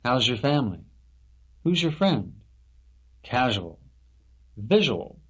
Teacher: Z and Y equals ZH.